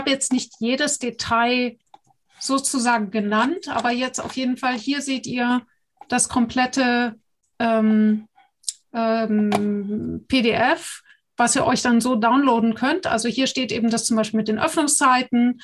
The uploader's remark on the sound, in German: Podcast zum interaktiven Live-Webinar